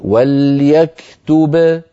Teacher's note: أما لو وقفنا على وليكتب فنقول وليكتب بباء واحدة مقلقلة